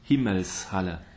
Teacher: Whenever we put together two words and we insert that S, it has to be unvoiced.